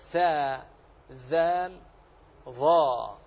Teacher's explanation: طرف اللسان مع أطراف الثنايا العليا للثاء والذال والظاء، ثاء ذال ظاء من طرف اللسان مع أطراف الثنايا العليا.